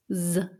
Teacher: Mit einem stimmhaften S am Anfang